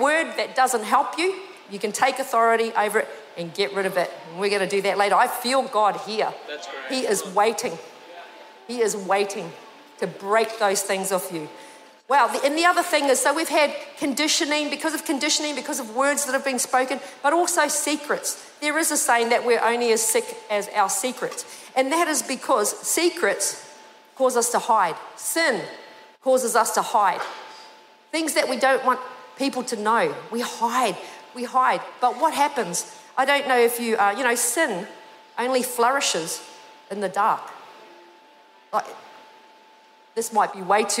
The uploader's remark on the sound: This was recorded in our 9am service on the 8th of Januray, 2023.